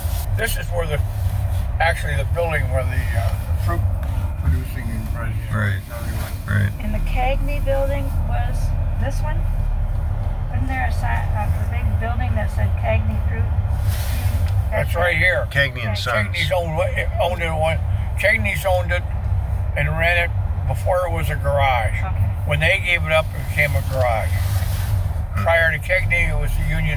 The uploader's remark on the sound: Catawba Island Driving Tour.